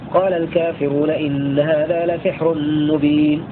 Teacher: وقرأ الباقون بكسر السين غير ألف وسكون الحاء